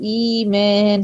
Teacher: أبدلت الهمزة الساكنة إلى ياء، لياء علشان الهمزة الأولى مكسورة واللي يناسب الكسرة الياء · Term: مد البدل